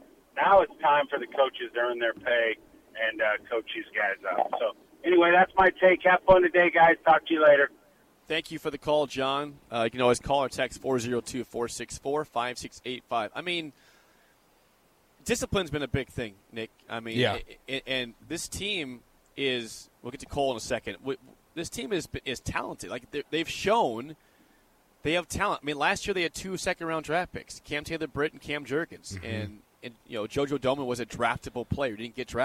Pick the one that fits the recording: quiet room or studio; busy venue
busy venue